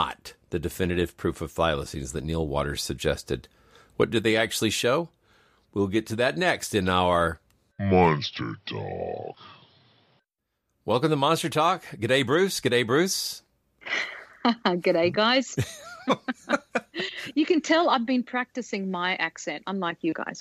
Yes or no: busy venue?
no